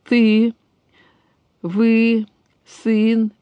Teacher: А вот какого он ряда, определить практически трудно, потому что он начинается как гласный не переднего ряда, как бы чуть-чуть отодвинутый назад, а заканчивается почти как «и». Вот, например, послушаем, мы говорим «ты», «вы», «сын», там начинается как «э» такое, окончается как «и», «и», почти «и». · Term: дифтонгоидность